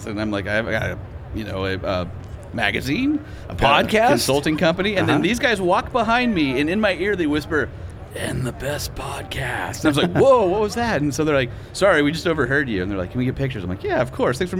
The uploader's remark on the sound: SEMA Show 2023 Part 1, Live From The EGR Booth